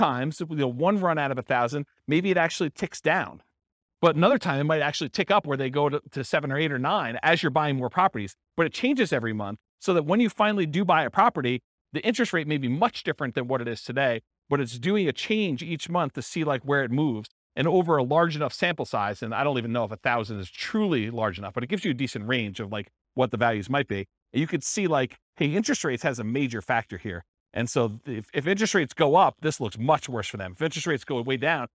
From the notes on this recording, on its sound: This was a live class recorded